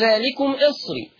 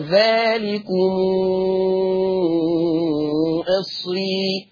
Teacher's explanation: هيقرأ بصلة ميم الجمع ست حركات · Shown in: second take · فتقرأ ذلكم إصري هكذا.